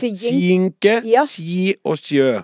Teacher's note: Ord som skinke, ski og sjø blir på arendalsk uttalt kinke, ki og kjø.